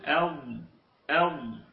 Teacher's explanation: والضاد من حافته، الحافة هنا مقصود بها يعني من حافته، من حافة اللسان، ليس من طرف اللسان بل من إحدى حافتيه يمينا أو شمالا، حافة اللسان هذا المكان اسمها حافة، حافة اللسان يعني من إحدى جانبي اللسان مع ما يحازيه من الأضراس.